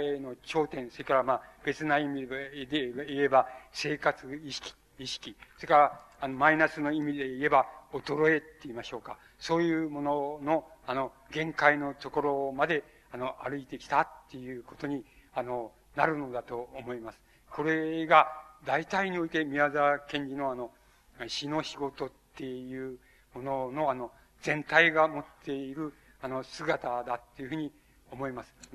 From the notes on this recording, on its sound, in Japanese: 主催：日本近代文学館。場所：有楽町・よみうりホール。3年連続となった 「近代文学館・夏の文学教室」 での講演。音源は主催者提供。